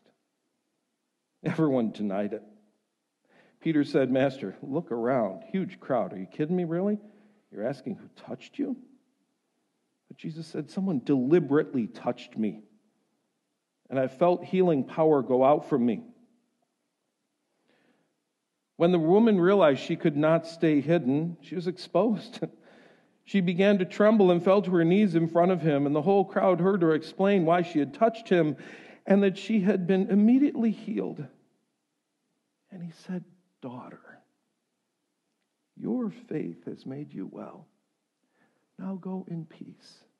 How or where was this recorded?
large echoing room